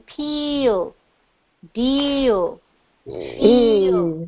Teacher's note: Then E as in peel, deal, feel, long E. It's not a complex sound, it's a straight sound, which means there are no two sounds, it's only one sound